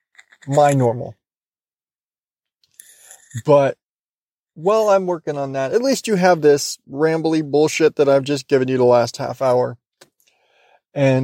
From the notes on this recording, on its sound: I'm driving home from work